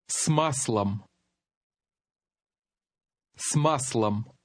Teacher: the S blends into the following word so that the two sound like one